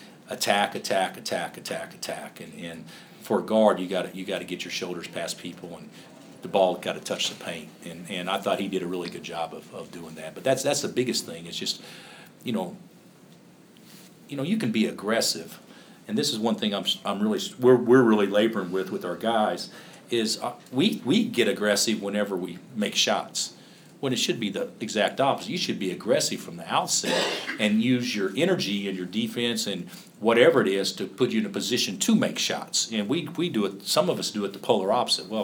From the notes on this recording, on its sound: Press Conferences & Post-Game Interviews.